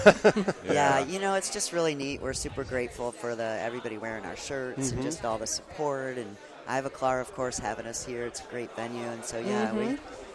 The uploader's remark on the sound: Set up their gear in the Ivoclar Ballroom during LMT Lab Day Chicago 2023 to record all the great people attending that amazing event. Dancing in the Ivoclar Ballroom at Lab Day Chicago. Set up their gear in the Ivoclar Ballroom during LMT Lab Day Chicago 2023 to record all the great people attending that amazing event.